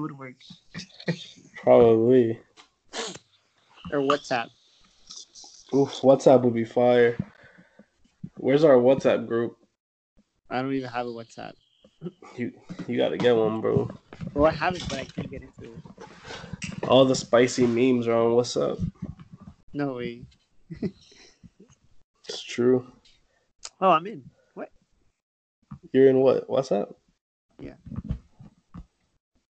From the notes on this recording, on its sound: skype recording test - not edited